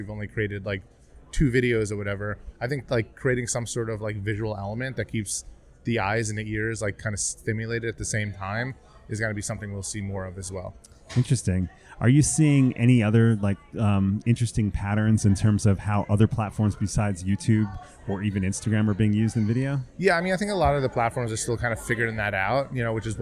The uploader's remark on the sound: Music Tectonics went to Midem! Recorded interviews with Midemlab competitors and international music tech superstars, on the spot in Cannes.